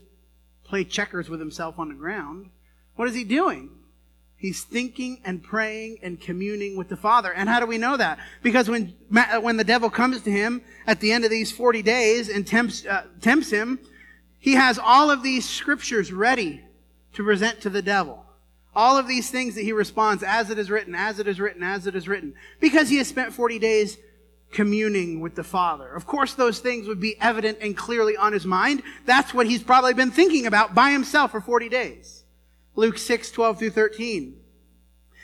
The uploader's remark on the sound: The first few minutes didn’t get recorded. This sermon was preached at the Dewey Church of Christ on September 15, 2019.